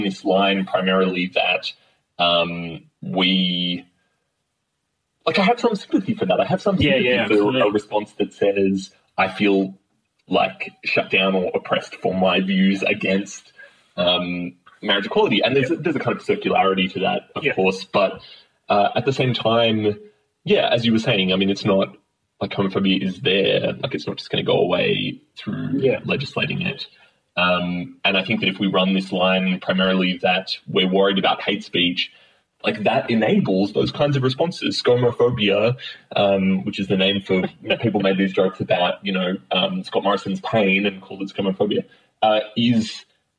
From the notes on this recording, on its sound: Apologies for the poor audio quality on this episode—something went wrong in recording